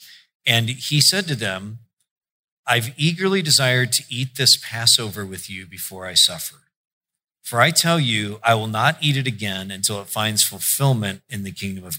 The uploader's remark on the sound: preached in July 2016 at Sojourn J-Town